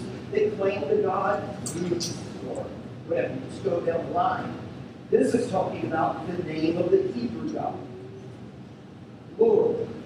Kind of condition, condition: fault, poor sound quality